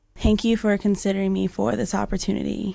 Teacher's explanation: Eine Stimme, die am Ende eines Satzes plötzlich absagt, knarrt, fast so, als würde die Sprecherin mit letzter Kraft noch ein paar Silben herauspressen. · Term: Knarrstimme